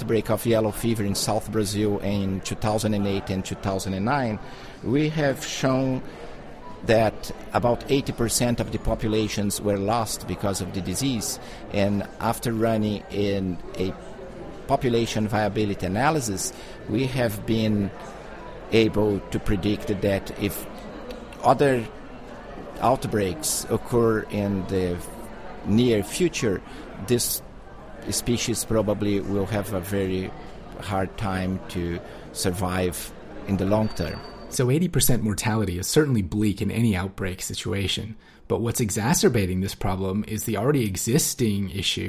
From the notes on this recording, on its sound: Conversations about Health and Conservation from the 25th Congress of the International Primatological Society in Hanoi, Vietnam. The theme of this year's congress , which was held at the Melia Hotel in Hanoi, Vietnam. The PrimateCast On Location at IPS 2014.